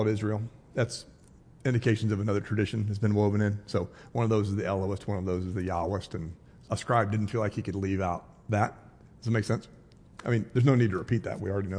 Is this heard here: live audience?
yes